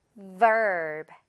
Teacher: V, 토끼 이빨로 시작하고 마지막에는 양입술 붙여주면서 그리고 둘 다 목 진동 주세요.